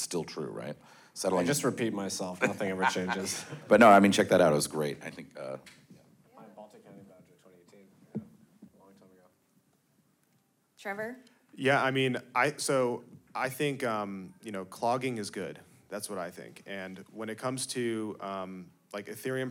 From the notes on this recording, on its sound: Ordinals 2023 Panel. Recorded Live in Miami Beach at the Ordinals 2023 Conference.